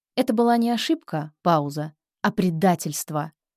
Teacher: Предательство звучит громче и выше.